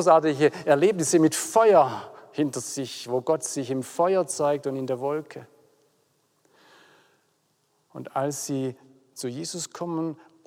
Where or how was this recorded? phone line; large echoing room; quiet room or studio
large echoing room